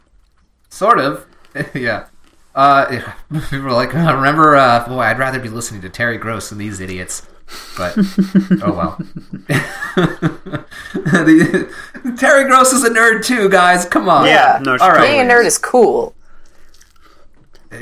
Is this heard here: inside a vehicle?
no